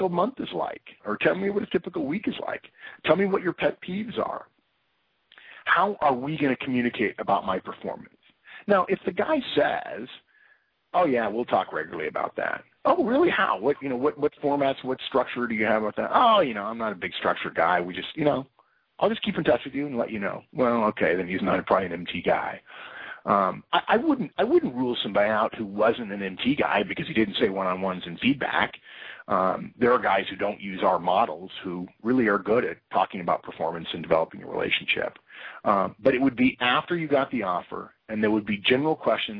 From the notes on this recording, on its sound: September 2012 Conference Call